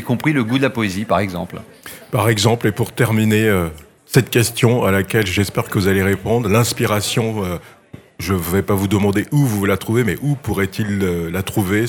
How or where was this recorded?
busy venue